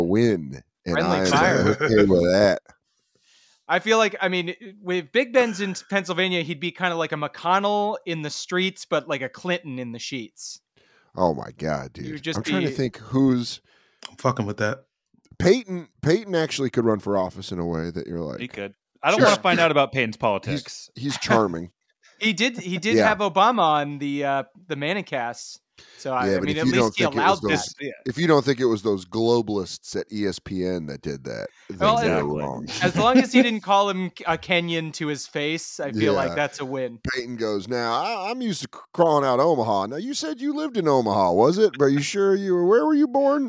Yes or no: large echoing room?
no